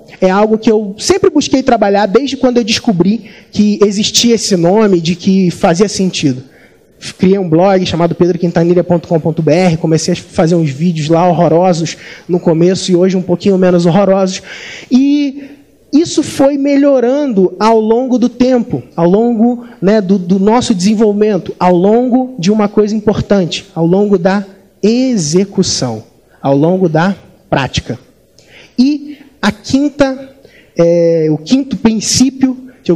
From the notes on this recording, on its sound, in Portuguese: Nesse Podcast você vai ouvir uma palestra que fiz no nosso evento ao vivo, o Mentalidade Empreendedora Summit.